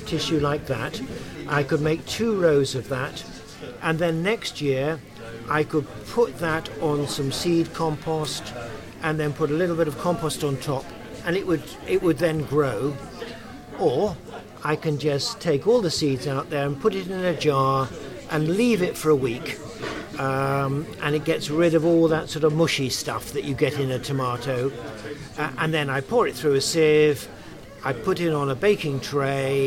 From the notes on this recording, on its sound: I have taken a trip to Seedy Sunday an annual seed swopping event in Brighton. At the heart of Seedy Sunday is the huge seed swap table where seeds are donated and swapped. This year I decided to record some podcast from the event. You can hear me chat to various stall holders and volunteers.